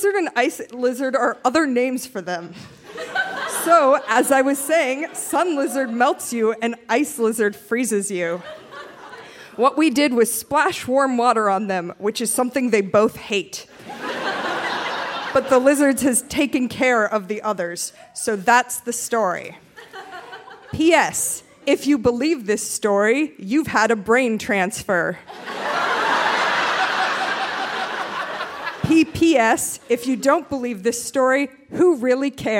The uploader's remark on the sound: Recorded live at the Hot Docs Podcast Festival in Toronto.